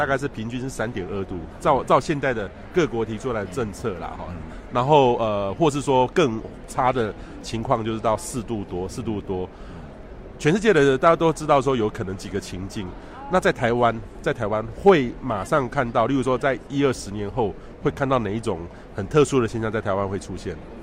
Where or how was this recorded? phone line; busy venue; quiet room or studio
busy venue